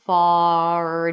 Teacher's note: Notice that my lips are a little more rounded for the ah sound.